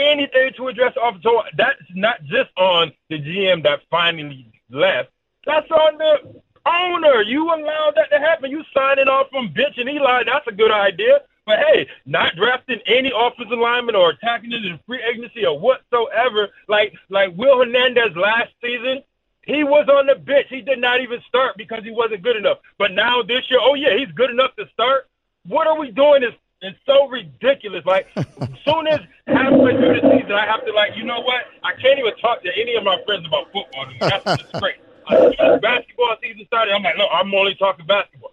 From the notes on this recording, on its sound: we open the phones